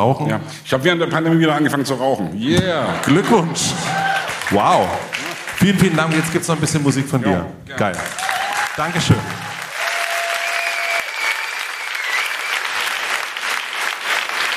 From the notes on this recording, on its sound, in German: In Leipzig im Kupfersaal vor Publikum unterhalten.